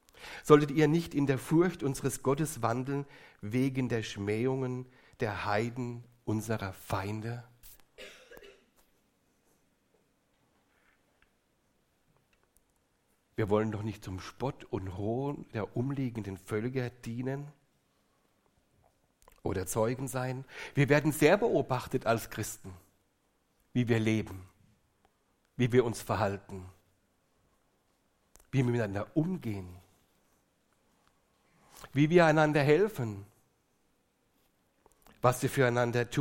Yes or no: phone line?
no